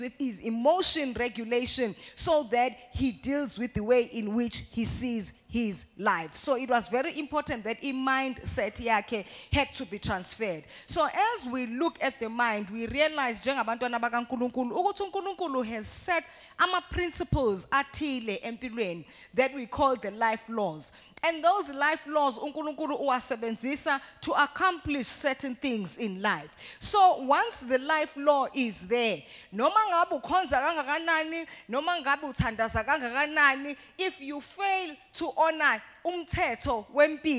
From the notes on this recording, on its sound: live at Word Of Faith Christian Centre.